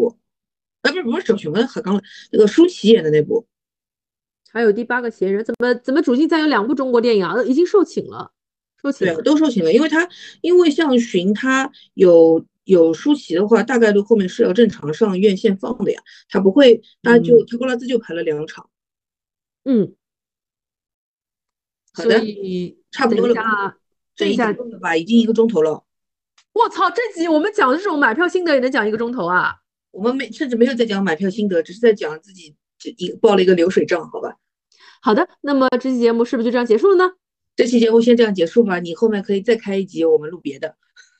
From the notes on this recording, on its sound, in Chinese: 本期节目是线上录制，音质欠佳，先抱歉了。